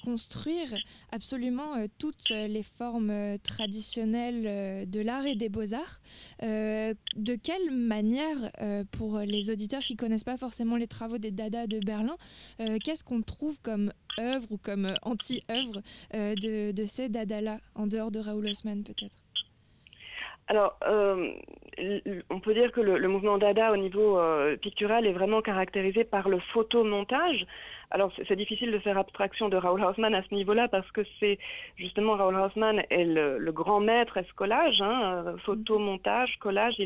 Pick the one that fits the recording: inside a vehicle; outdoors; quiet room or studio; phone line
phone line